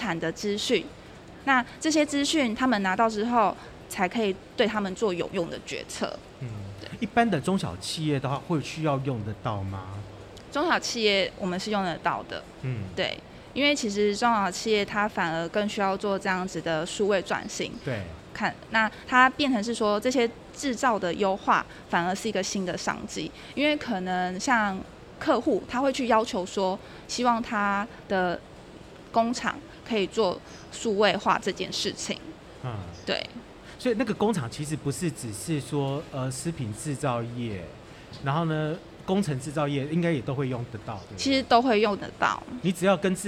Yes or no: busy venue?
yes